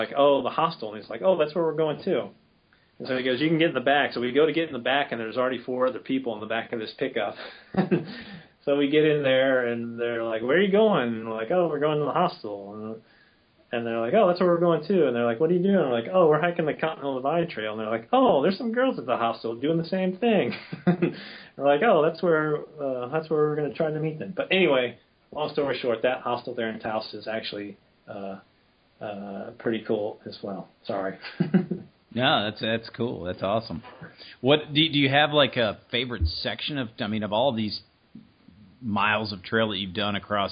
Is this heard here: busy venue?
no